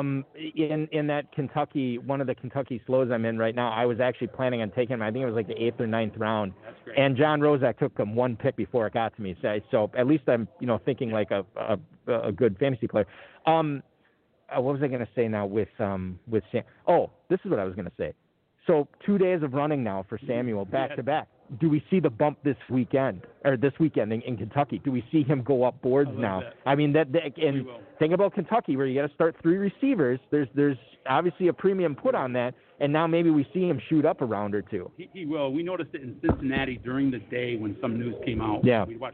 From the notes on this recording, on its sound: Live at the 2020 Kentucky Fantasy Football State Championship (KFFSC). Broadcasting from just outside Louisville in the Kentucky Fantasy Football State Championship.